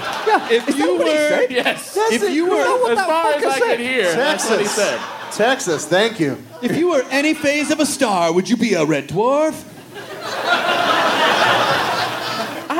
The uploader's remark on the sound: Recorded in front of a live audience at SxSW.